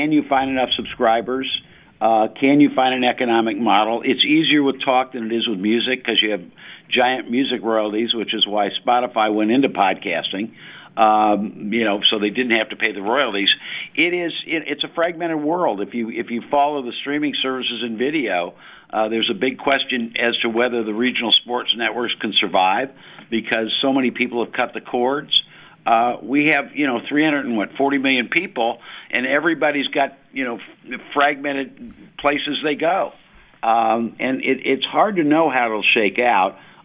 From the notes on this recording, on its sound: go to the phones to get listeners' opinions